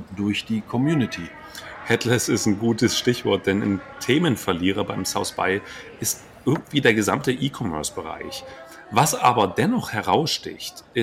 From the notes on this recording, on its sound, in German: Starten zwischen zwei Cappuccini auf dem Flughafen in Houston.